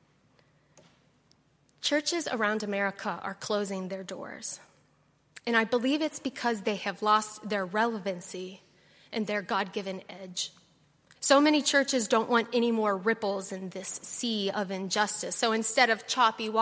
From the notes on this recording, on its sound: on Sunday, October 28, 2018, at Highland Baptist Church.